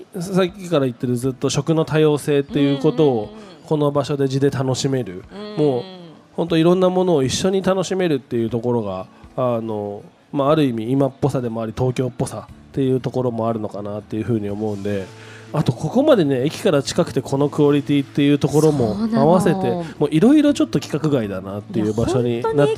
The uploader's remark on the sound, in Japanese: 番組がスタジオを飛び出して、虎ノ門ヒルズステーションタワーB2Fの「T-MARKET」へ出張収録をしてきました！素敵なフードと一緒にたっぷりお話した模様をお届けします。